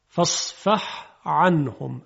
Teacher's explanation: قاری حق نداره حرف حی جیمی رو در عین ادغام کنه. فصفح عنهم، اگر بگوید فصفع عنهم غلطه.